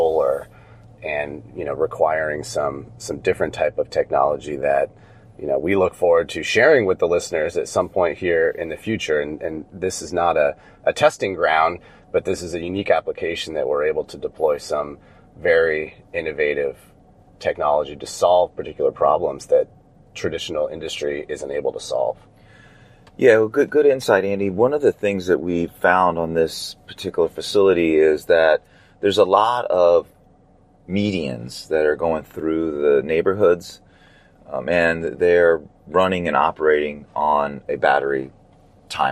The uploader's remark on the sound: In the car, driving to the Hickam AFB in Honolulu Hawaii. From the island of Oahu, Honolulu.